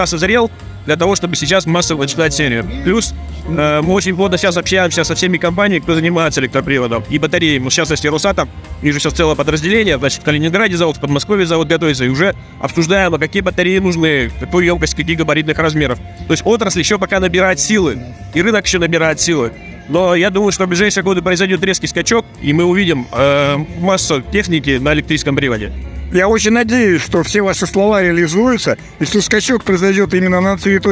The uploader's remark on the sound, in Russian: Выставка «Поехали 2023». Записано с 1 по 3 декабря на месте событий - Москва, Краснопресненская наб., 14, ЦВК «Экспоцентр».